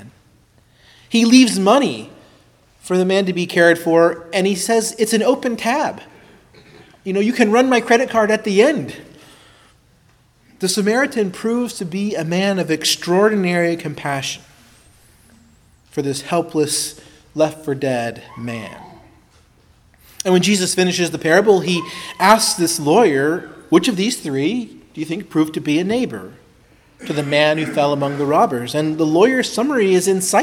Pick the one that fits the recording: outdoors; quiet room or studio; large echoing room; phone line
large echoing room